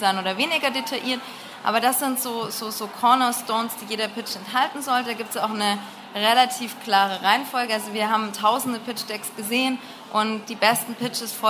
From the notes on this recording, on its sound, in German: Von der herCAREER EXPO live und aus der herCAREER-Community. Der Vortrag wurde im Rahmen der Messe herCAREER 2021 aufgezeichnet.